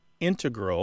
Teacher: integral with the stress on the first syllable